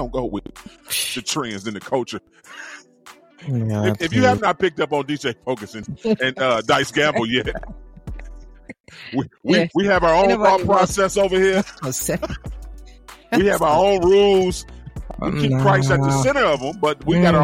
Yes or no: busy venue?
no